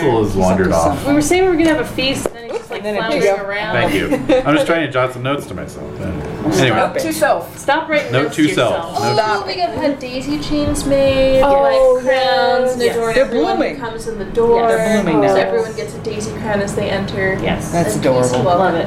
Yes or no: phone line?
no